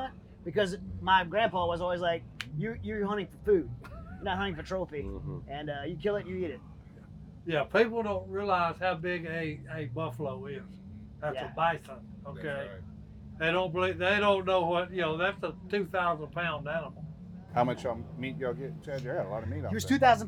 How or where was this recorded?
busy venue